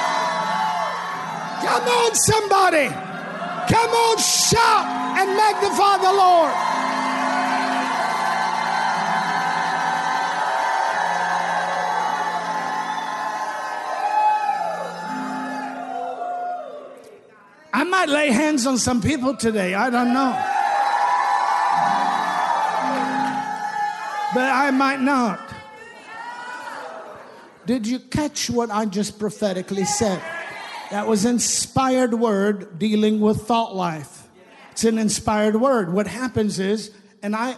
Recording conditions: large echoing room